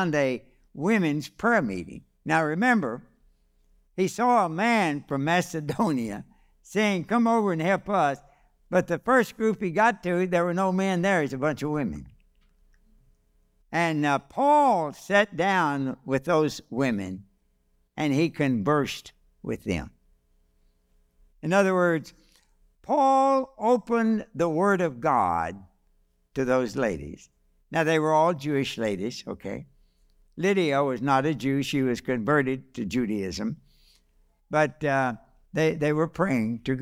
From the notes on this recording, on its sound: This message was delivered on December 10, 2023, during our evening service.